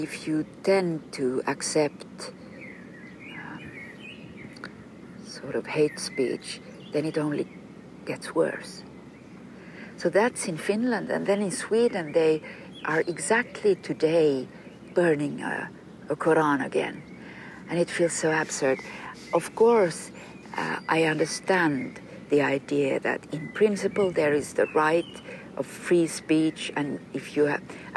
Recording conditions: outdoors